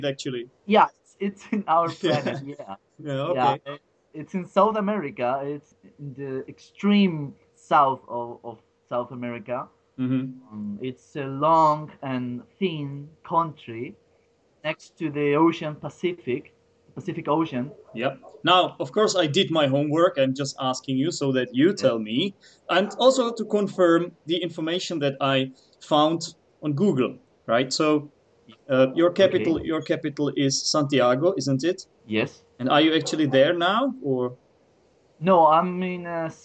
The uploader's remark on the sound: For this episode I decided to skypecall my colleague. From Chile.